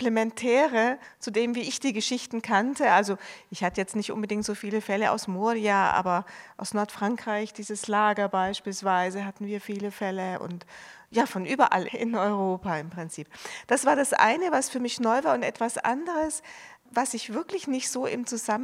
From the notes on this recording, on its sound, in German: Gekürzter Mitschnitt der Buchpremiere am 29.3.2023 im Dokumentationszentrum Flucht, Vertreibung, Versöhnung, Berlin